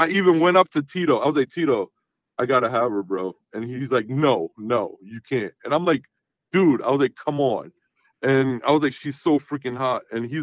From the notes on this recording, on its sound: he called in to talk all about it